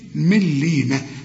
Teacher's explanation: هنا النون بعدها لام، في النطق إذا وصلت كأنها غير موجودة، العلماء بيسموها إدغام كامل بدون غنة